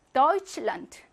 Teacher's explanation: 테 에스체하는 취로 발음하고, 도이치와 란트, 독일의 나라라는 말이 합성 명사이기 때문에 강세는 앞에 오죠.